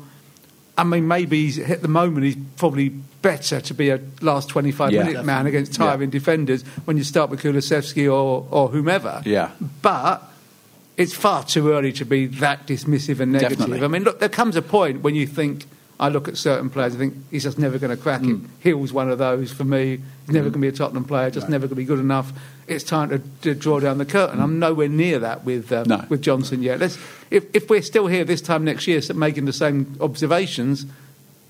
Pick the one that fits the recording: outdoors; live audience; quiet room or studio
live audience